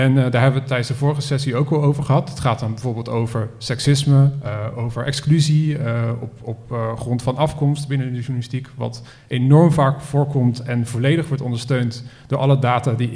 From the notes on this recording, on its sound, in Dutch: live-opname van de podcast tijdens het Festival van de Journalistiek 2023